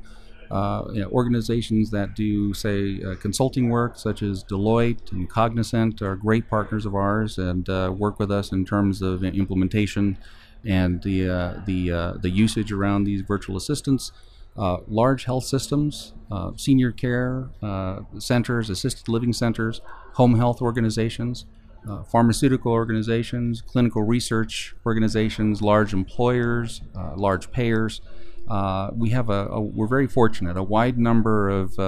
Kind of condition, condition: setting, busy venue